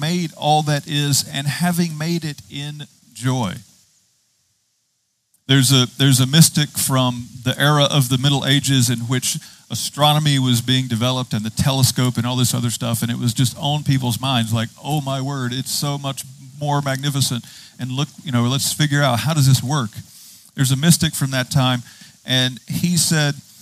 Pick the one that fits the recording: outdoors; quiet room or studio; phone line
outdoors